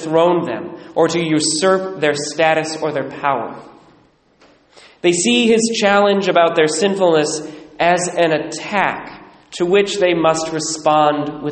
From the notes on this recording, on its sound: Recorded at Immaculate Heart of Mary, Sedro-Woolley, WA